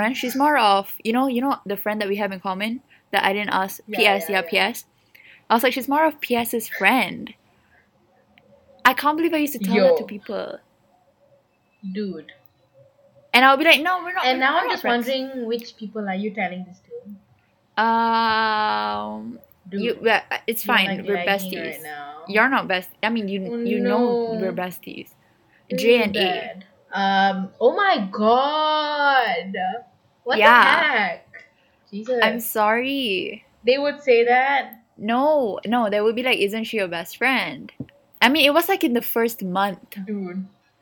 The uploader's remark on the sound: our not great audio